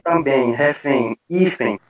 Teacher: Já no final de também, refém, hífen, esses caras no final vão botar um I, fazendo assim um ditongo acidental